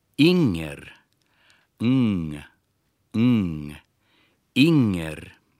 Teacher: НГ по-шведски как бы сливается в один носовой звук. Изучавшим английский язык такой звук знаком.